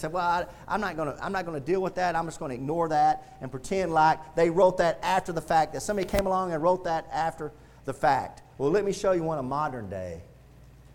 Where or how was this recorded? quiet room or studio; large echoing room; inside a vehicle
large echoing room